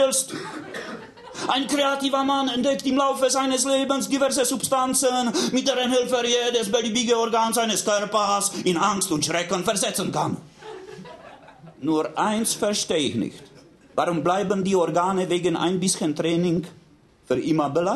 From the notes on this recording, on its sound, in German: Das Hörbuch versammelt als Live-Mitschnitt die tragenden Geschichten des Romans.